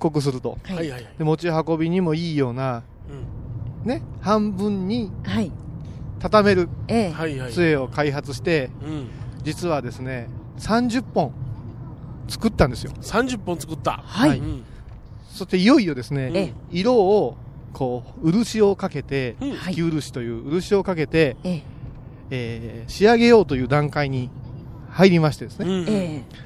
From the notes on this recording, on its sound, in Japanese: 今回は、帰りの車の中からお送りします。車のエンジン音がBGMです。